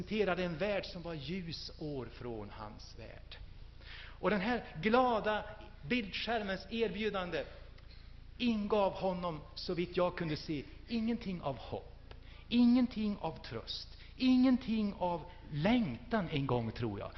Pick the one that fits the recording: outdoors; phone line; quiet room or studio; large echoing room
large echoing room